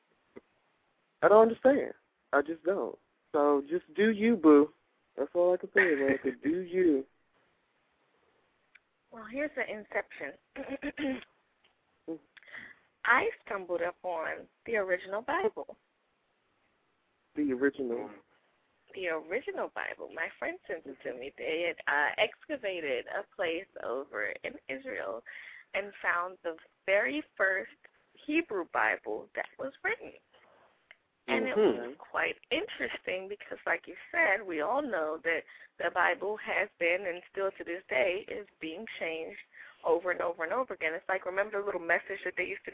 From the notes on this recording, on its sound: We had quite a few new callers call in.